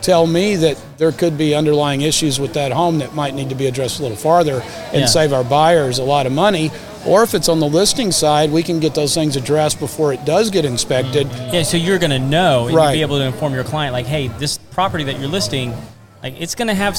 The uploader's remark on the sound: Live from Baker Street Pub and Grill in The Woodlands, Texas. Bring the entire studio to the waterway.